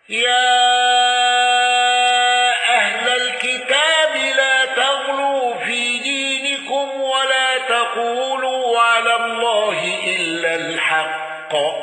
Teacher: قالون بتوسط المنفصل وصلة ميم الجمع ولم يندرج معه أحد